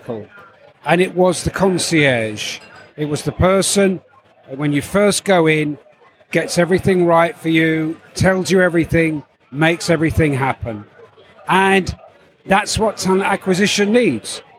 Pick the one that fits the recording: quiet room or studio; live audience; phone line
live audience